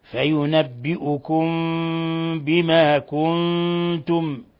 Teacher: ميم ساكنة جاء بعدها الباء، إخفاء شفوي